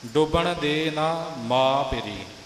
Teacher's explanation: ਮਾਂ ਬਿੰਦੀ ਤੋਂ ਬਿਨਾਂ ਬੋਲਣਾ ਹੈ, ਮਾਂ ਬਿੰਦੀ ਲਾ ਕੇ ਨਹੀਂ ਉਚਾਰਨ ਕਰਨਾ